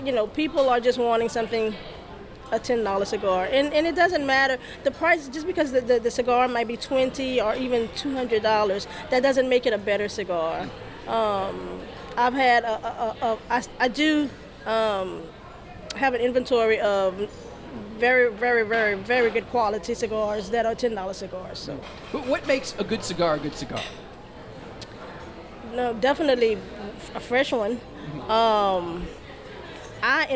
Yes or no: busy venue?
yes